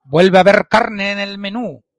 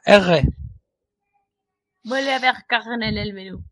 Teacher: pronunciaban la R gutural · Shown in: second take · o sea, R. Vuelve a haber carne en el menú.